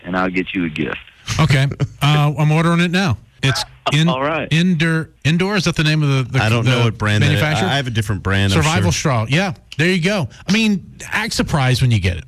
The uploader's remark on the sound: On The Phone